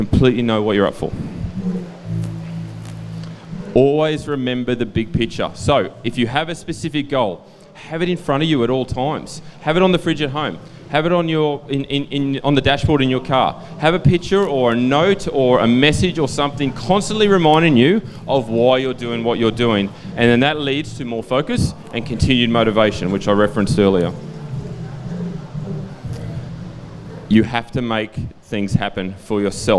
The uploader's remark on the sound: CONNECT Fest'19 Goa India. The audio to his speech from the Connect Festival in India in December 2019.